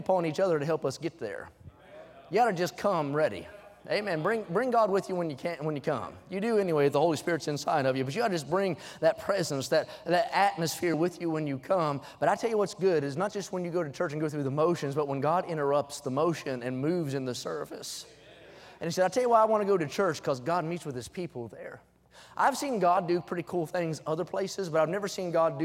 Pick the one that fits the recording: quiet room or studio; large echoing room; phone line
large echoing room